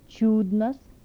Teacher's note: Alveolar palatal affricates with palatalization.